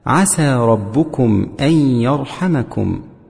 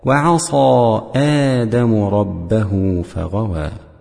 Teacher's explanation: وبيان السين أيضا من قوله تعالى عسى ربكم أن يرحمكم، لئلا تشتبه بالصاد في قوله تعالى وعصى آدم ربه